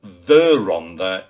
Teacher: The Rhondda, with a moderately rolled R, is fine. And the Rhondda it is, not just Rhondda.